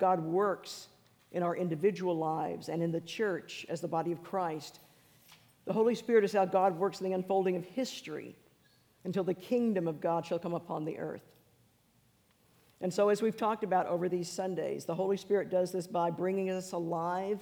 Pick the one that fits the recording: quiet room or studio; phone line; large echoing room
large echoing room